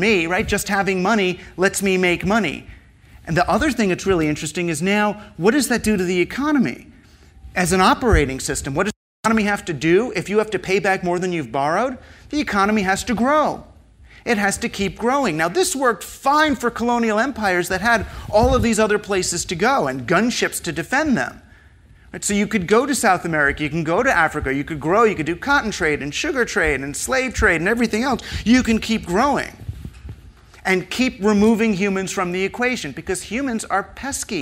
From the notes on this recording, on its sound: The talk was recorded on Mar 30, 2016 in front of a live audience at New York’s 92nd Street Y.